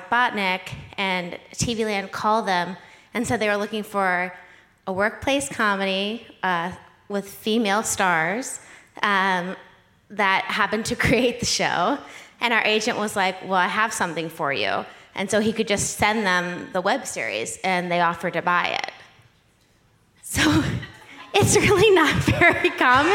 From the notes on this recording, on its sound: Recorded Live at the 2018 ATX Festival.